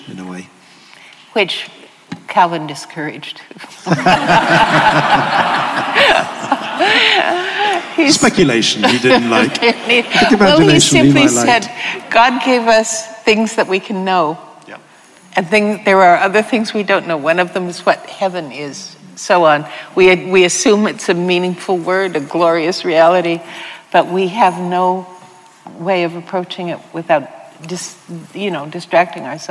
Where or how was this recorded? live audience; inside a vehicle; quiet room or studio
live audience